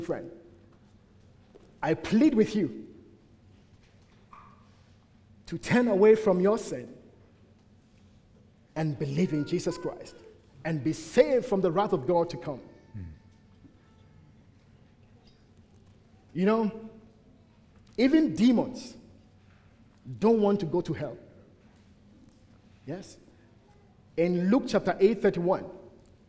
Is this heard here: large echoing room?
yes